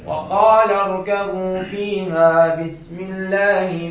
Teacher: الاماله الكبرى يعني تكون اماله بالوسط بين الياء والالف · Term: إمالة كبرى